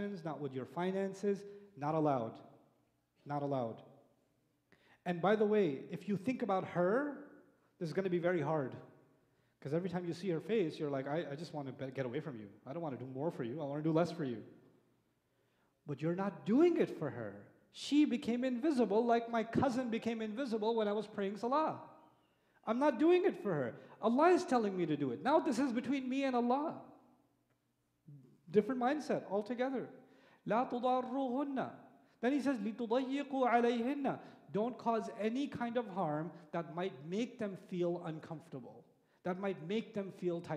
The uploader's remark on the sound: Live Khutbah